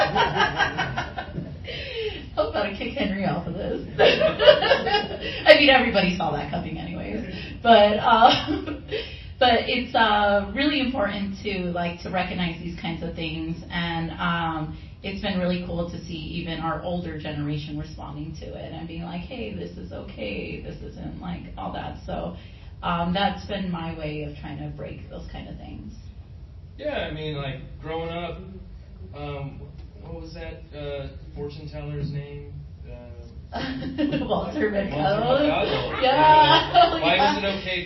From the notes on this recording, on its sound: Tucson Comic-Con Panel - Latinx Creators. The panel was held at Tucson Comic-Con.